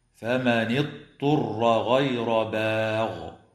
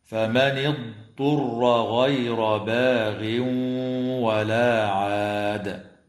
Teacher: والصواب كما قلنا القراءة بضاد ساكنة ليست مقلقلة وبعدها طاء مضمومة مخففة · Shown in: second take